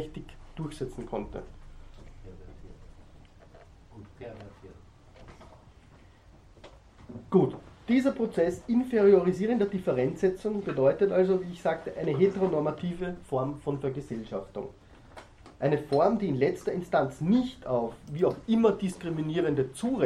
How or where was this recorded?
large echoing room